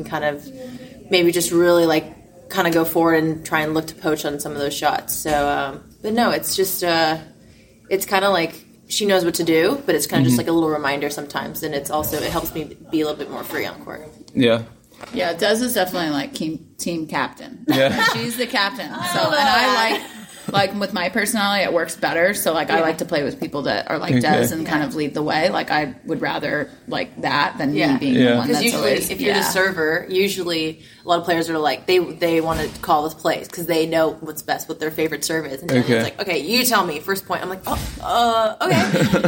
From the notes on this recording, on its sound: Interview from the Charleston Open. This is a very short conversation.